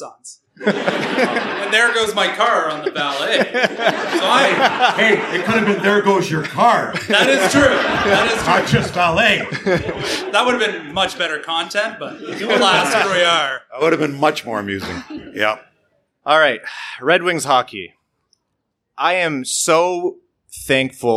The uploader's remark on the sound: LIVE from the LCA. Our first ever recording in front of a LIVE audience.